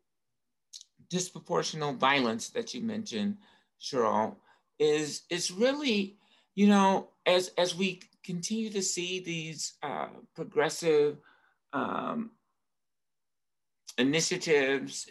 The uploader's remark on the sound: Recorded live on Zoom